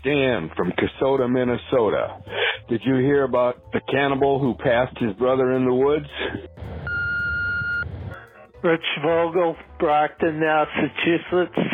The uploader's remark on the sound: jokes recorded by our listeners through my voicemail service